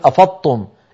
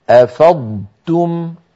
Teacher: ننطق ضادا صحيحة ساكنة ونتبعها بتاء مضمومة مرققة · Shown in: second take